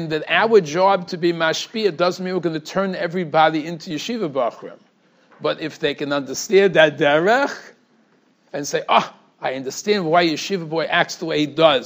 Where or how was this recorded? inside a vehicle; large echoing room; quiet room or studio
large echoing room